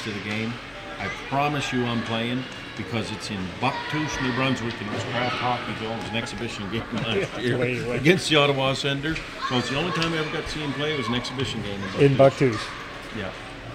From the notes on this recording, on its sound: Take the studio on the road to the Grant Harvey Centre.